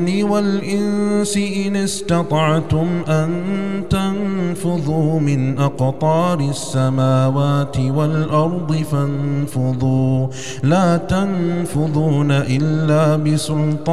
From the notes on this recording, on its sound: recorded at Green Lane Masjid, Birmingham, UK.